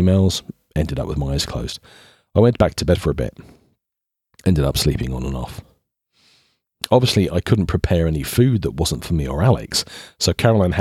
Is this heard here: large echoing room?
no